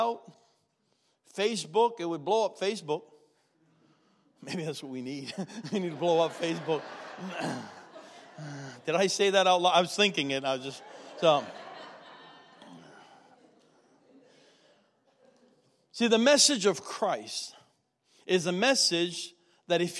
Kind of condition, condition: setting, large echoing room